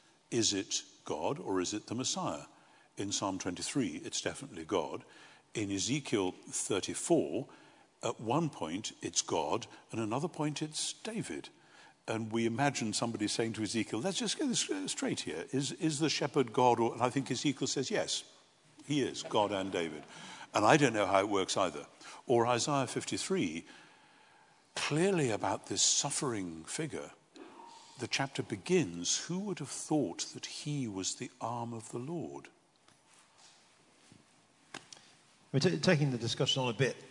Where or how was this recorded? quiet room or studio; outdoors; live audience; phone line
live audience